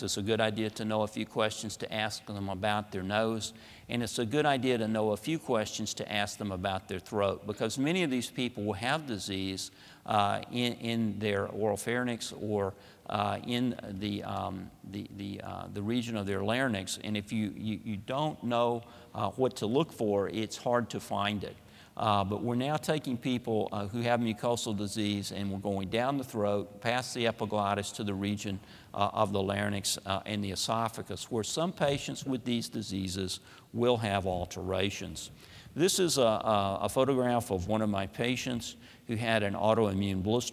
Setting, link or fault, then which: setting, large echoing room